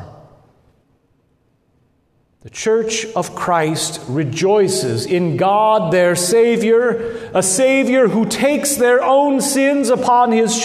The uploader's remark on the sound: Good Shepherd Lutheran Church in Lincoln Nebraska